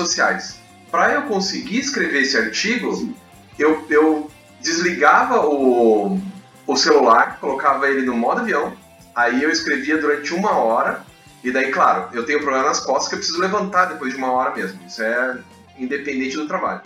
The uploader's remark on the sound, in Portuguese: Vários problemas com o áudio, mas tentamos deixar o melhor possível...